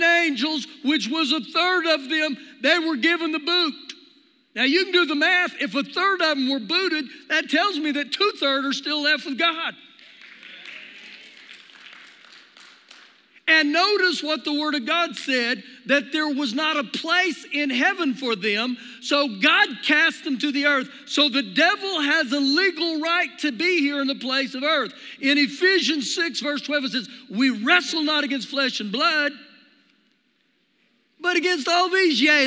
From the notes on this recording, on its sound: Recorded live during our Sunday morning service.